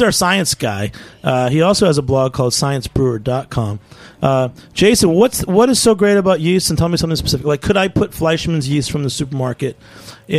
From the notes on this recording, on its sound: Is joined in the studio. Joins us over the phone.